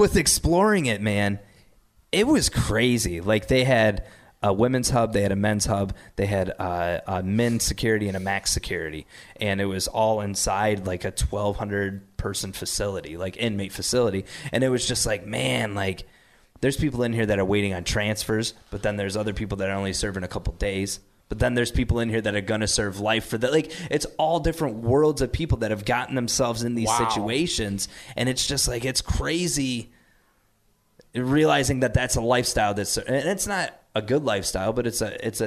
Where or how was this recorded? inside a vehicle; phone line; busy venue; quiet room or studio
busy venue